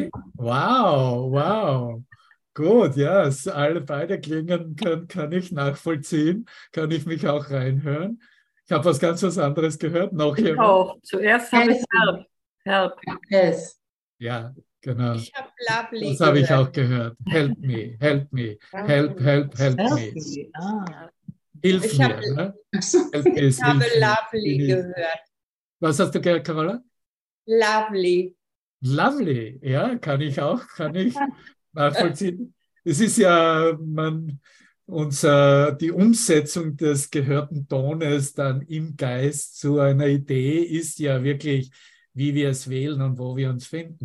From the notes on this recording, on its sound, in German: Zoom-Session. Veranstaltet von der Aleph Akademie.